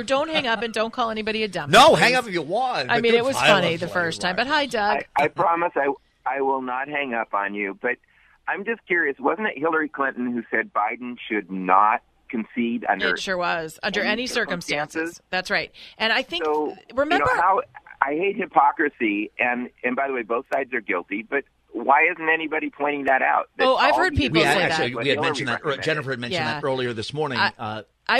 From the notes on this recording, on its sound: Open the phones to hear what our listeners think of the election.